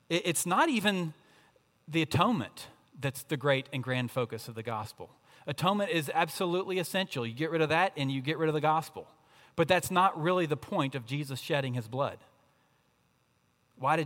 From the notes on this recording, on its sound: At Redeemer Presbyterian Church in Charleston, SC